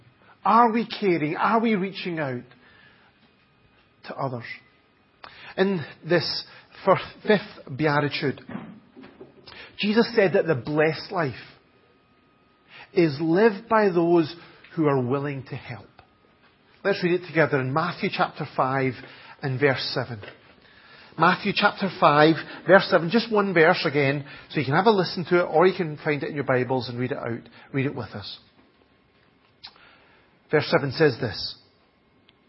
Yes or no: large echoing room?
yes